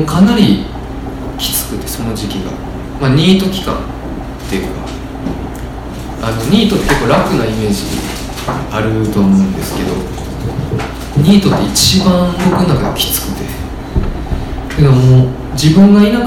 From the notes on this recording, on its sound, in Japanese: 8/4に開催した『微花』×『つち式』のトークイベント（恵文社一乗寺店）の音声。